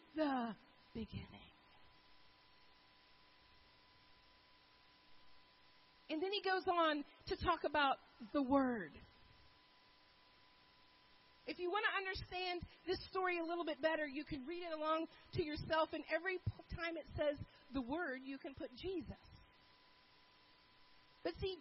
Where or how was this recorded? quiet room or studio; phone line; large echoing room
large echoing room